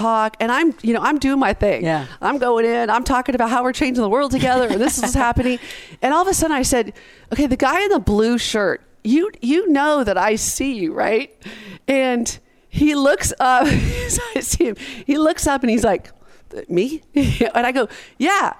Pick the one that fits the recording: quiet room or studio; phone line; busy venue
busy venue